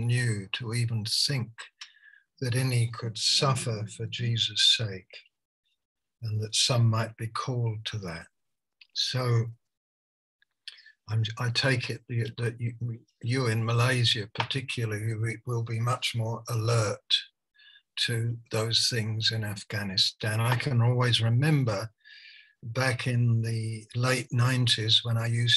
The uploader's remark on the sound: Malaysia Meets (Zoom)